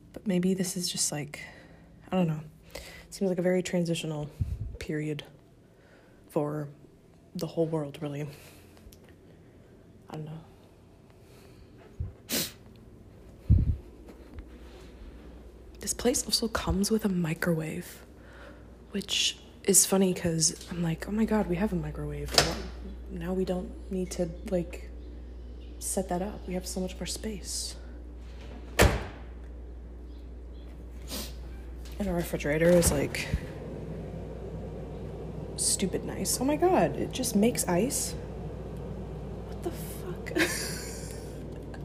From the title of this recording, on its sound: In Which We Sit Outside